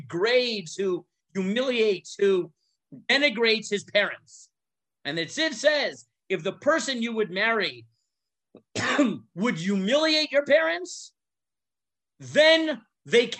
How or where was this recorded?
video call